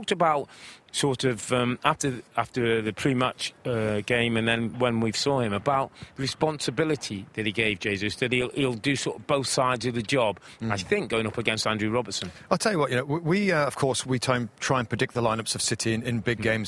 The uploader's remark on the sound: on location from the Etihad Stadium